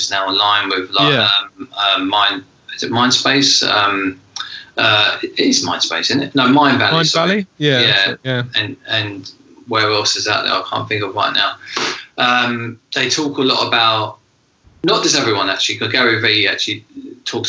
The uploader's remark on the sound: This episode was recorded over Skype due to the coronavirus lockdown safety measures.